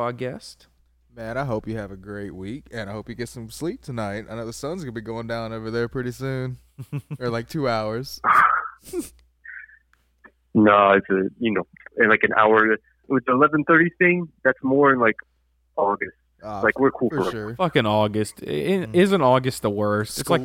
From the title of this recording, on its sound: Paris Phone-in